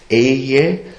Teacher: Dann wird das Ganze beseelt, indem ein H, ein He dazukommt, also dieses Wort Ehe wird behaucht gesprochen, mit einem H behaucht gesprochen. Ehe, das Beseelte kommt hinein, und zwar in sehr beweglicher, in leicht beweglicher Form.